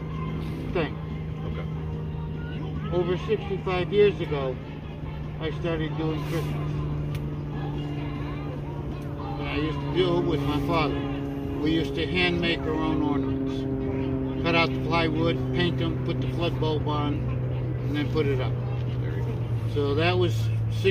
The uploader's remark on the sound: In this episode we go live on location at the Christmas light display by a Brother Shriner called “Wonderland at Roseville”